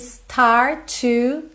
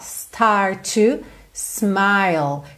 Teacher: percebe como start to, junta com T só